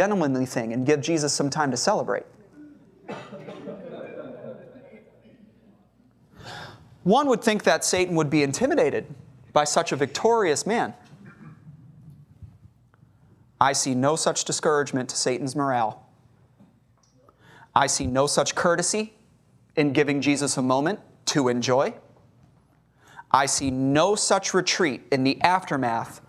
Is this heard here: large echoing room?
yes